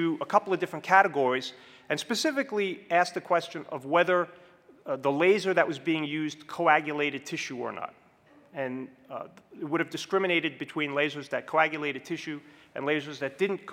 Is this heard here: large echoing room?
yes